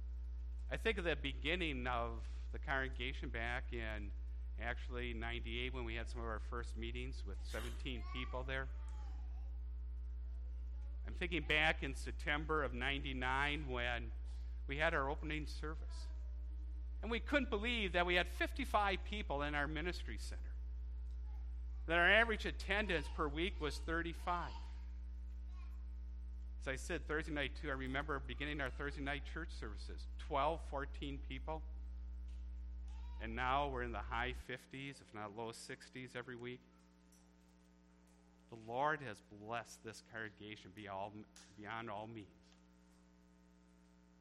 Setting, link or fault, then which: setting, large echoing room